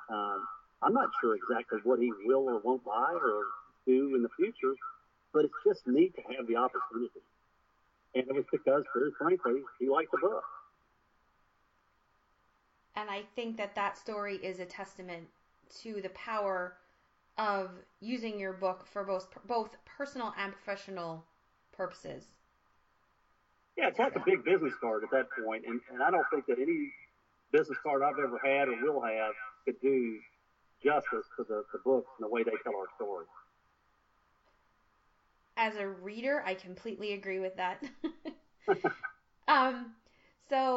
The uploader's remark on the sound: Note: some problems with audio throughout the track.